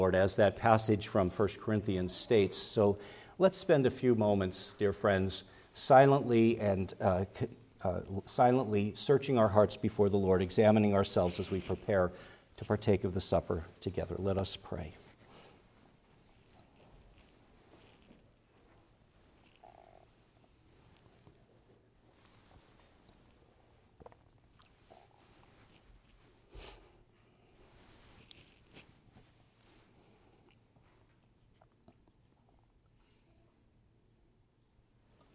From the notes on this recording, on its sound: Preached at Grace Orthodox Presbyterian Church in Sewickley, PA, during the morning Worship Service on Sunday, November 12, 2023.